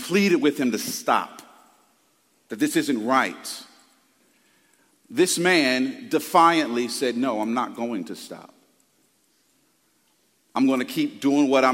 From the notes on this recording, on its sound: Preached Sunday February 4th, 2024 at Woodside Bible Church, Pontiac Campus